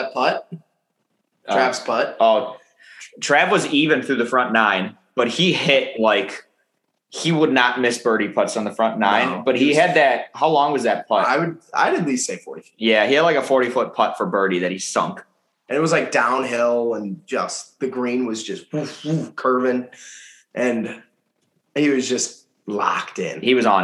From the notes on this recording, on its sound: The whole gang is back via zoom